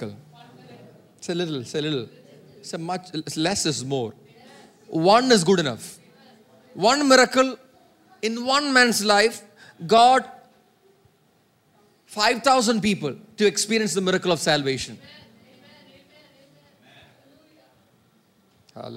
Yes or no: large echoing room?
yes